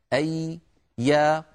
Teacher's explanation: ننتقل إلى الحرف العربي الأخير في حروف الهجاء وهو حرف الياء. الياء يا إخوة حرف يخرج من وسط اللسان، من وسط اللسان يخرج حرف الياء